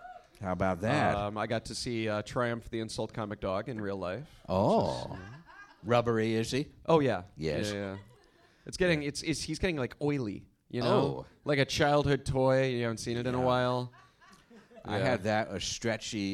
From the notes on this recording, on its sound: Recorded live at The Slipper Room in NYC.